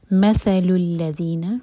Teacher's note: مثل three letter word, تو پہلے لیٹر پر ہم زور دے کر پڑھیں گے، میم پر زور دیں گے. مثل الذین، اور یہاں پہ ذال کو ذال پڑھیں گے، زا نہیں.